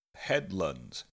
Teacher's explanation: The first syllable uses a short E sound, headlands. And the second syllable uses the schwa sound